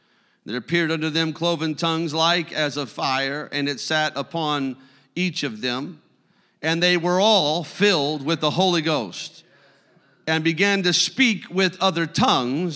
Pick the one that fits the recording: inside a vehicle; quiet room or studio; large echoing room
large echoing room